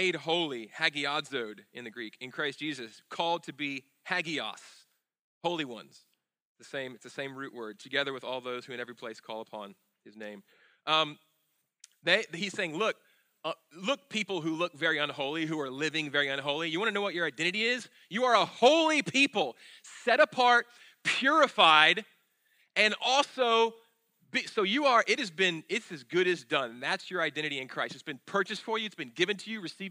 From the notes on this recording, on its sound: at Sojourn Galleria Church on Sunday, April 8, 2018